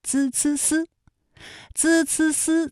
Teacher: z c s 在现代汉语里面是舌尖前音，是靠舌尖来发音的。发音的时候呢，舌尖都要放在上齿背，就是舌尖抵住上面牙齿的背后。在下面的宋游中国里呢，我们会带着大家在旅行的同时为大家讲解平舌声母的发音知识。那本期的宋游中国，我们将与游学的同学们一起走进安徽省泾县札记古村，感受皖南民居的特色古建筑。今天我们学习的是平舌音 z c s 的发音，之后也会和大家出一个普通话的语音测试题，看看大家能不能够答对的。唐代诗人李白在漫游皖南期间，曾经用这样一首诗描写了在青弋江畔泾川人家带给他的独特感受：色滩明潺潺，两山足猿猱，白波若卷雪，侧足不容刀，与子与舟人，称折万丈高。下面我们就同邯郸学院的三名大学生，跟随着安徽省泾县非物质文化遗产保护协会的会长方坤，一起来到安徽泾县的札记古村。札记村呢，是我们